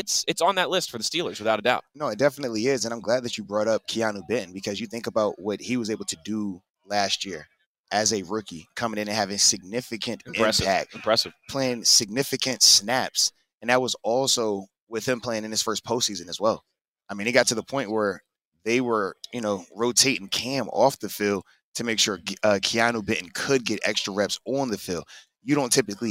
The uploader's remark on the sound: LIVE from the NFL Combine